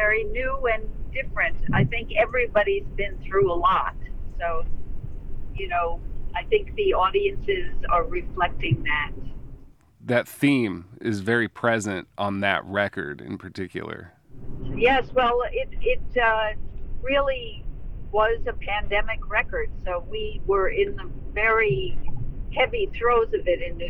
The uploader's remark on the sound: While they were on the road (and I joined by speakerphone technology).